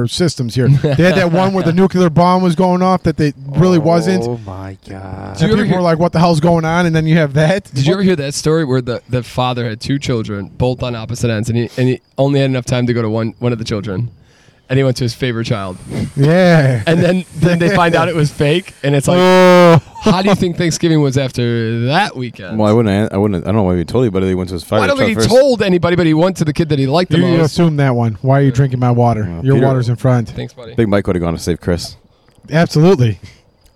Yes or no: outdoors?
yes